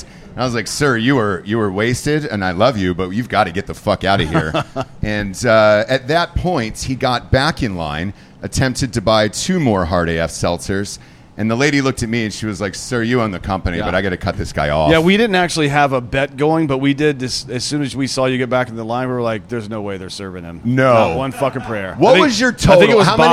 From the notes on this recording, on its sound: Live From Miami. The gang goes live from the bar Thank You Miami next to LoanDepot Stadium before going into the Marlins game.